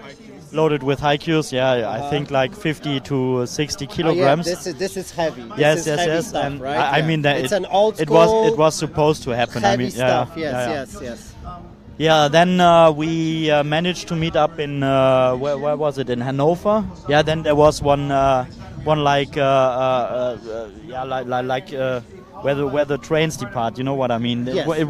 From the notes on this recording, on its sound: Chillout Room - Conference Day 1 | HiveFest 2023 Event. HiveFest8, the Ola Surfista edition!